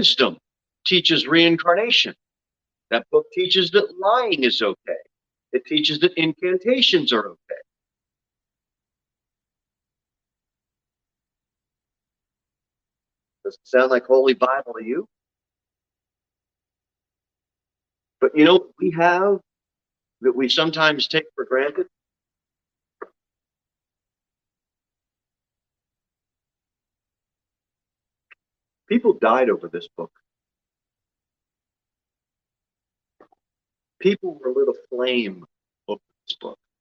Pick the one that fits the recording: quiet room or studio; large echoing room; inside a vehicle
large echoing room